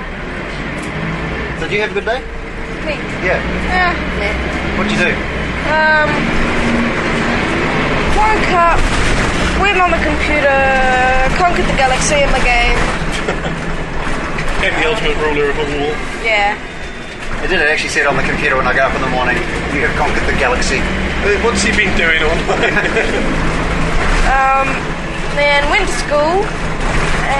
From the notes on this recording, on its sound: This buscast was recorded on quite possibly the loudest and rattliest bus on the circuit – and there is a short comfort stop.